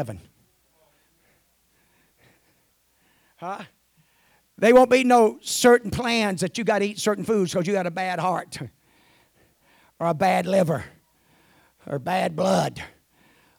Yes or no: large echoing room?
yes